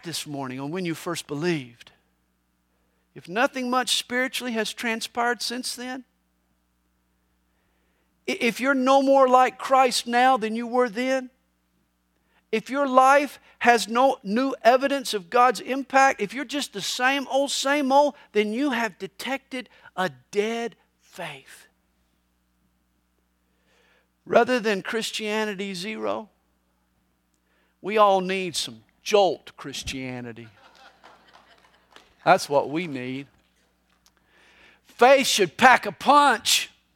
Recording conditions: large echoing room